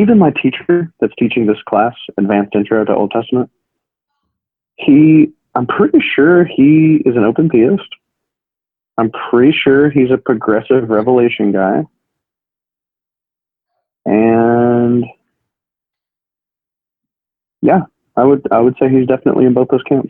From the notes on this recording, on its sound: had an impromptu phone conversation